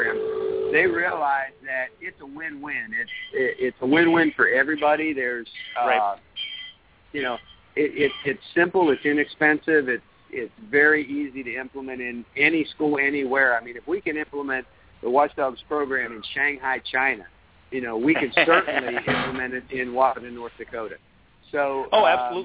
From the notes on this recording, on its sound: WD Radio from Disney World. Broadcasting live from Walt Disney World in Florida.